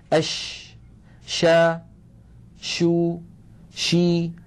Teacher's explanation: تجدون بأن صوت حرف الشين ينتشر الصوت في الفم. أش، سمى العلماء هذه الصفة التي تميز بها حرف الشين عن غيره من الحروف بصفة التفشي.